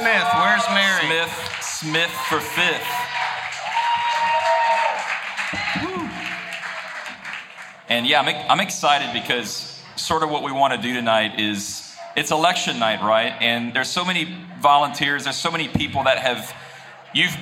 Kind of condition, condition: setting, busy venue